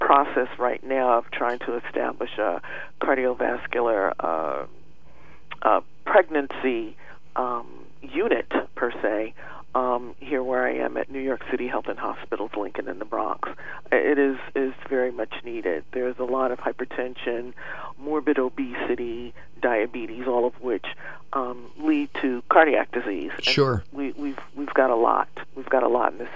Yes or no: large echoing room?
no